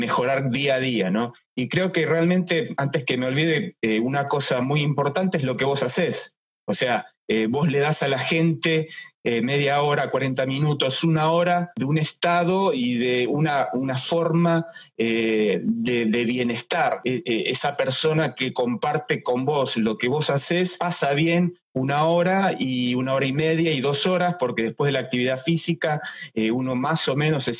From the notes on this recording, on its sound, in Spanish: Charlamos en vivo por IGTV